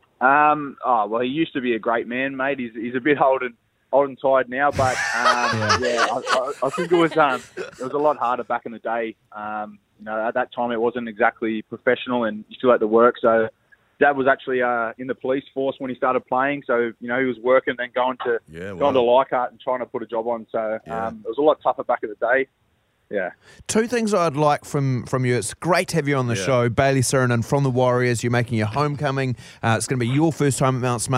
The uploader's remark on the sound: We were joined on the phone by New Zealand Warriors player